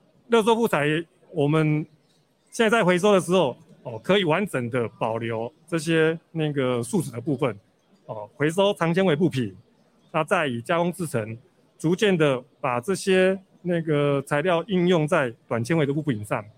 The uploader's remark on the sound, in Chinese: 本集節目於2022年「台北國際塑橡膠工業展（TaipeiPLAS）」展期間錄製，TaipeiPLAS 2022與「台北國際製鞋機械展（ShoeTech Taipei）」9月27日至10月1日於南港展覽館1館同期舉行。